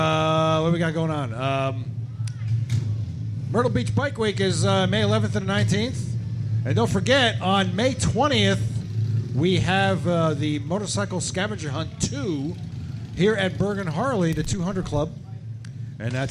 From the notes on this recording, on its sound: Live from Bergen Harley Davidson.